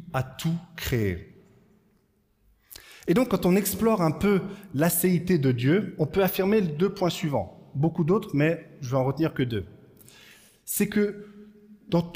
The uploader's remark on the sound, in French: Enregistré à l'église CVV